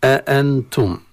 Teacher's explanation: أعجمي وغير هذا الموضع فهو يقرأ أأ بهمزتين قطعتين، والنون في كلمة أأنتم مخفى عند التاء · كلمة أأنتم هي فيها همزتين، الأولى همزة استفهام والثانية همزة الكلمة نفسها، أنتم دخلت عليها همزة استفهام، وعند التقاء الهمزتين كحكم عام في رواية حفص تحقق الهمزتين، يعني تقرأ الهمزتين كما هي دون تغيير في صفاتها